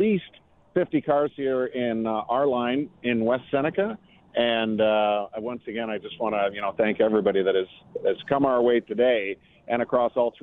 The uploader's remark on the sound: reports live from Turkeys for Tickets